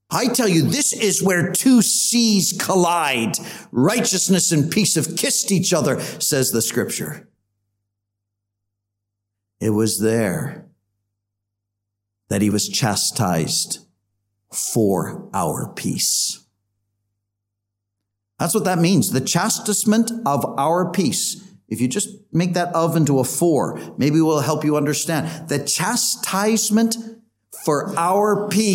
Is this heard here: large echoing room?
yes